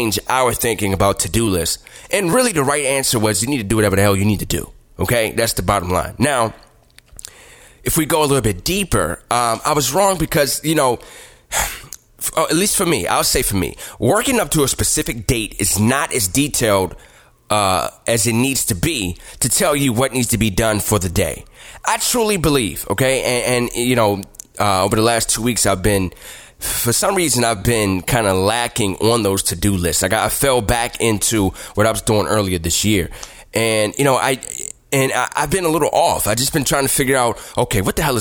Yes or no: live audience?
no